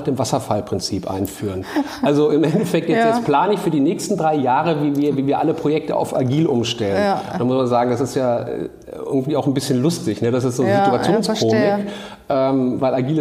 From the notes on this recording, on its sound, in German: Fuck Up Night Vortrag